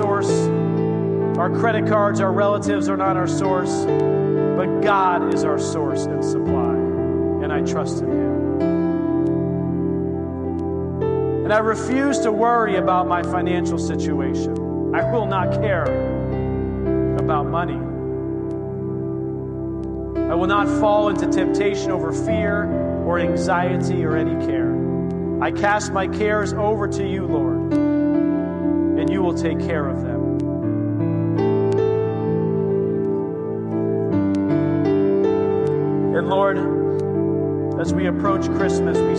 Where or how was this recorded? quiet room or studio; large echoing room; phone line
large echoing room